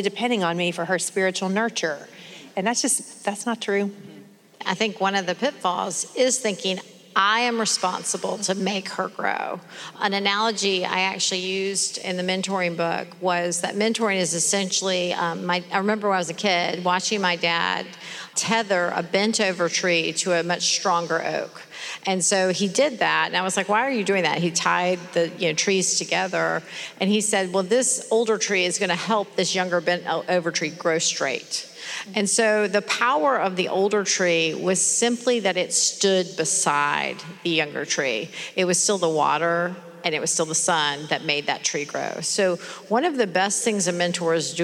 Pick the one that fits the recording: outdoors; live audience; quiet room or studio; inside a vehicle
live audience